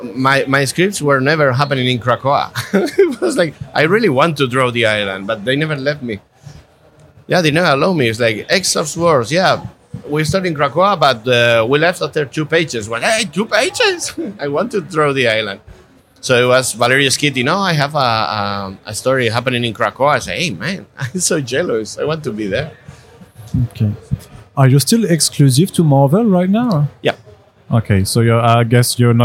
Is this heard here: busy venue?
yes